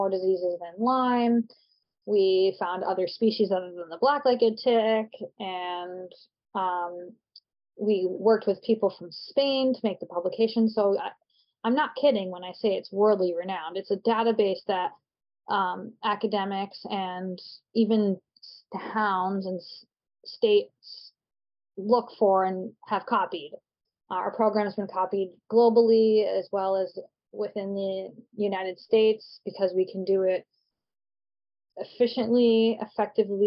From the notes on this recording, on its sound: In our chat over Zoom